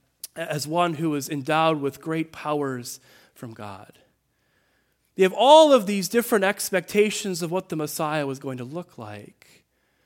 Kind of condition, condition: setting, large echoing room